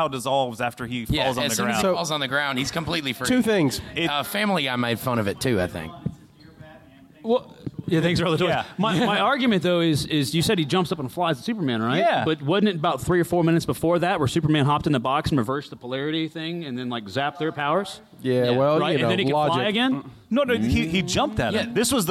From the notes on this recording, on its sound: We were live at Pensacon 2017